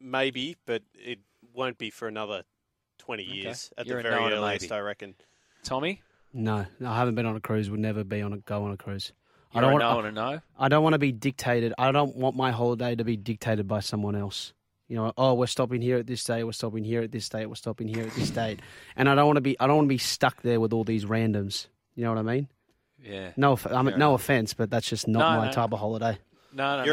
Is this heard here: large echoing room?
no